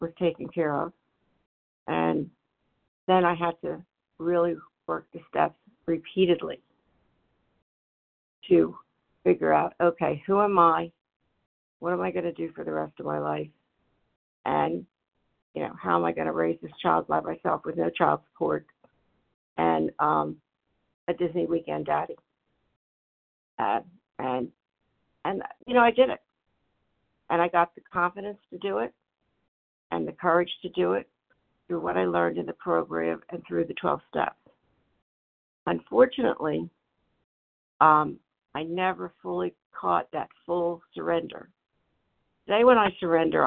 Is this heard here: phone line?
yes